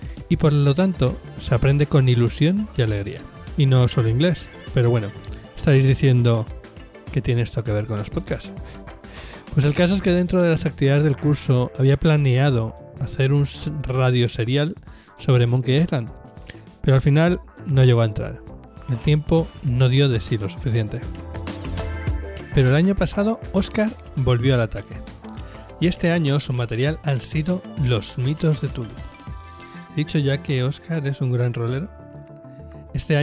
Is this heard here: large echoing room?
no